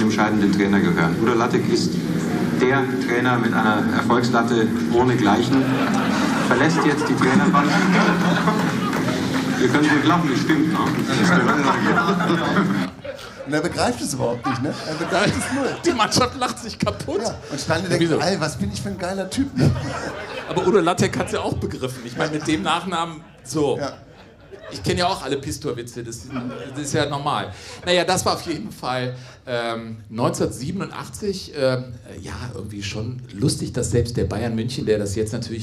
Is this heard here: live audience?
yes